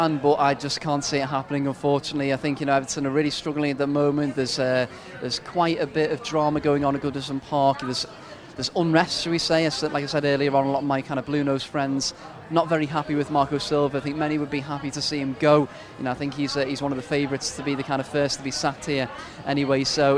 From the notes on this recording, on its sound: From our spiritual home Barasti